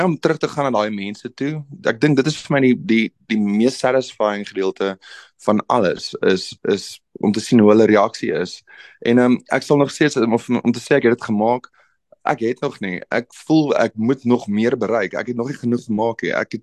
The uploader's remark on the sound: on a Zoom